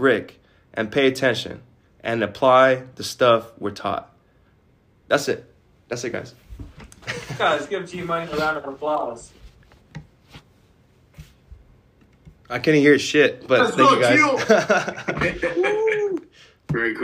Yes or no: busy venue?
no